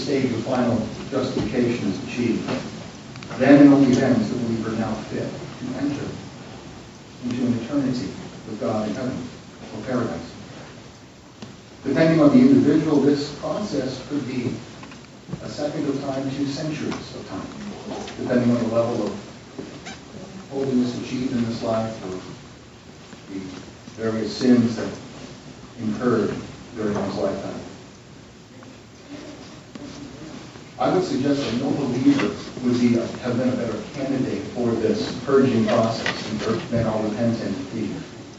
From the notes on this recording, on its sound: delivered this message at the Good Friday service of First United Presbyterian Church in Queens Village